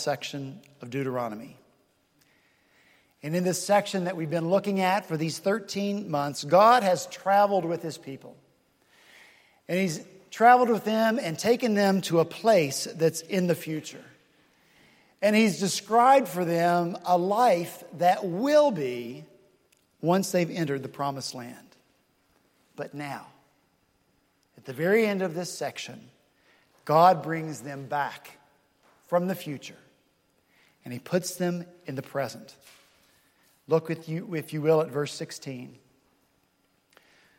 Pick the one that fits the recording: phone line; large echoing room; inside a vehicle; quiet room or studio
large echoing room